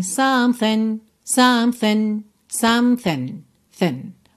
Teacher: Também, percebe que essa segunda parte aí da palavra something tá bem reduzida